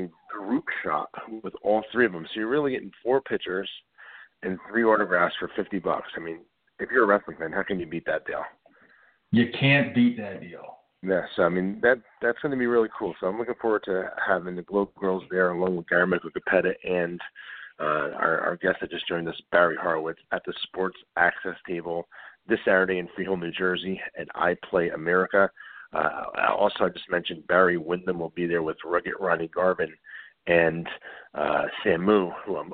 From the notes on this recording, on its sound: It's 80's Wrestling Con Week! We take your calls LIVE!